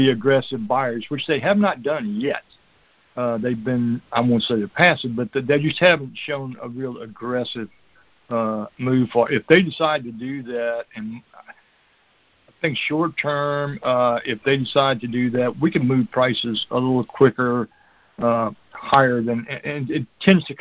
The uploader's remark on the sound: July 2020 Monthly Conference Call